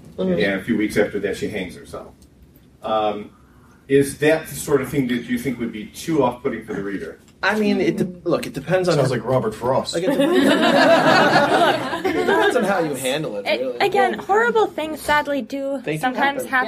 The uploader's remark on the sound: featuring panels from Balticon 49